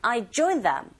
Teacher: I, 강세 없고요. Join them, 강세 없습니다. Join에만 힘주시면 되겠네요.